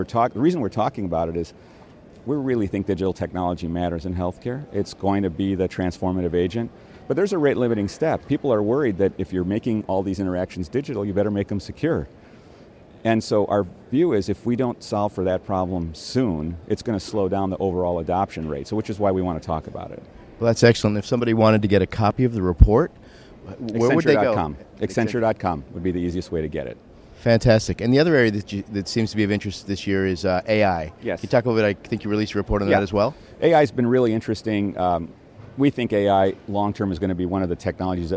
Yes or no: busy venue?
yes